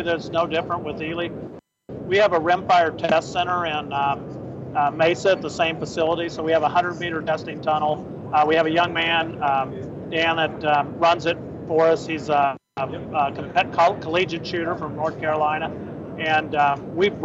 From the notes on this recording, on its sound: LIVE AT SHOT SHOW 2018! LIVE from the McMillan SHOT SHOW 2018 booth!